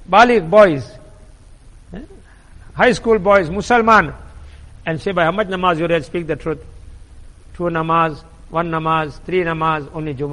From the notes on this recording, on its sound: Jumuah lecture at Masjid e Quwwatul Islam.